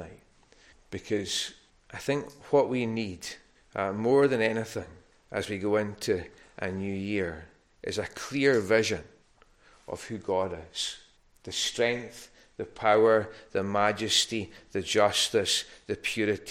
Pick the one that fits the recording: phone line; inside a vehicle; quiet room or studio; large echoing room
large echoing room